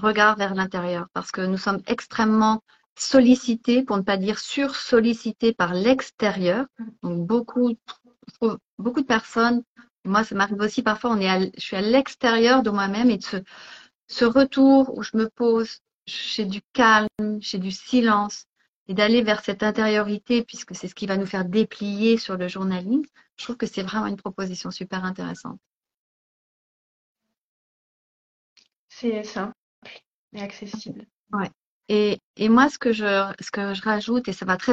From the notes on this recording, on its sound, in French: il s'agit d'une rediffusion d'un live Instagram